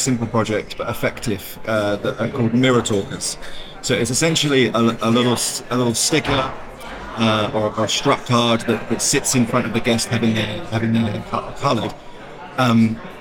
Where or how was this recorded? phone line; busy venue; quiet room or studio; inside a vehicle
busy venue